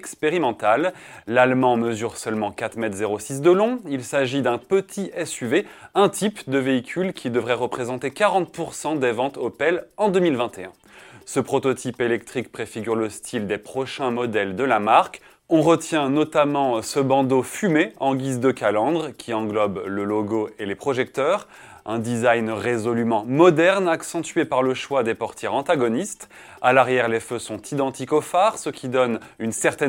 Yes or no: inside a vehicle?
no